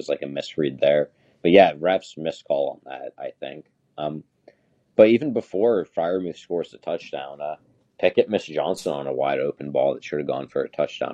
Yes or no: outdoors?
no